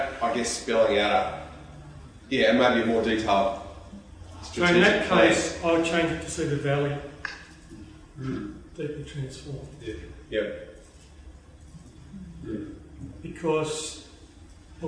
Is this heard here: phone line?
no